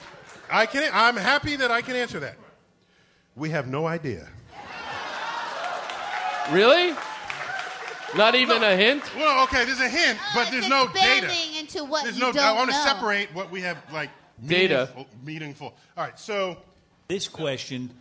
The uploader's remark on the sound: our live show at the Bell House in Brooklyn